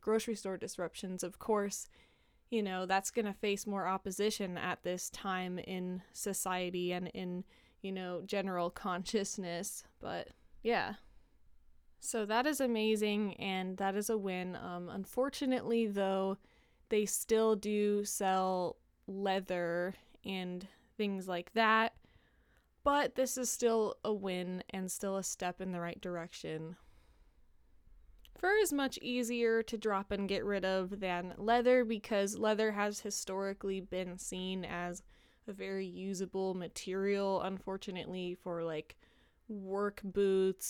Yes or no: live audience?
no